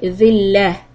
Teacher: Whenever you see this تاء مربوطة this round تاء then you make it a ها sound if you have to stop. That's why I said والمسكنة not مسكنة too.